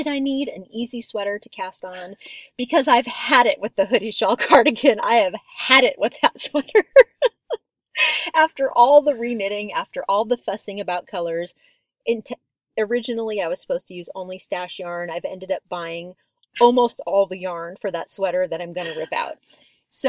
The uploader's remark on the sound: We are recording in the redwoods again, and we met up with some turkeys!